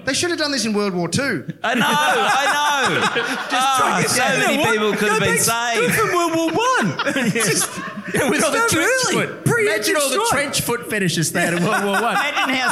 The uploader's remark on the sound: LIVE at Grapes of Mirth